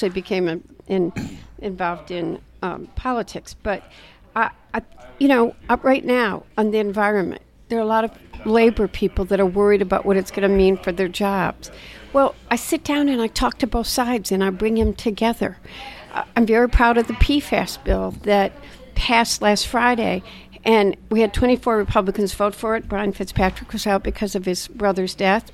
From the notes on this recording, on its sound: recorded over breakfast at The Dubliner on Capitol Hill